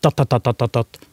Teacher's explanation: Og det kaller jeg mange for maskingeværnorsk. Og går du inn og måler, så ser du at de stavelsene de blir ganske like i varighet